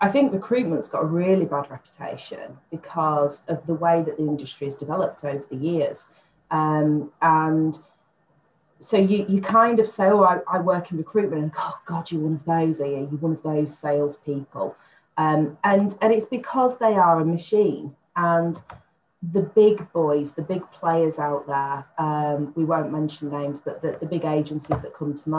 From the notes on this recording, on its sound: Warning & Apology - Sound Quality Not to Usual Impact Sessions Podcast Quality.